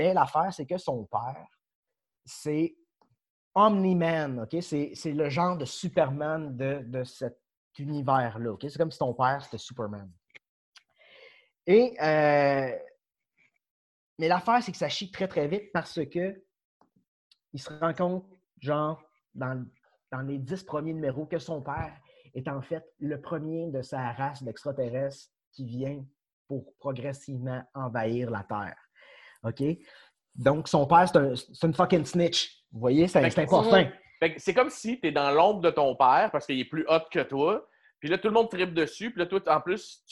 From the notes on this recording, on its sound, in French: La classe a eu lieue sur Zoom, en vidéoconférence.